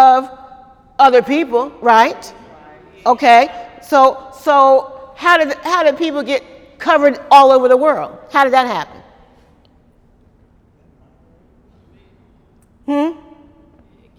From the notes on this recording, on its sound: During Wednesday night service on May 2, 2018